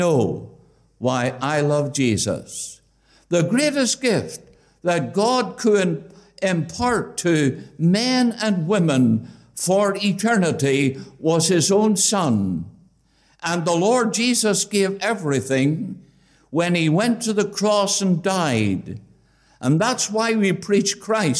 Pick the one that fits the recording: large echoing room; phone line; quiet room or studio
large echoing room